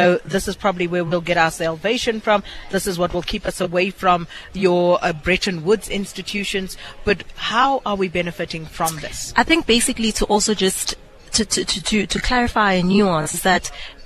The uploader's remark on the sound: We broadcast live from the Sandton where we spoke to variouys role players and analysts.